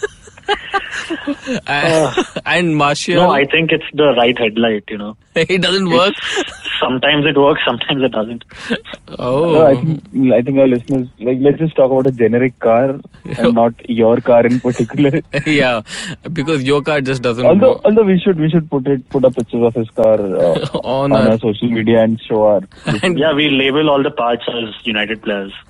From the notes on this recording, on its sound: joined by his trusted fellowmen over the phone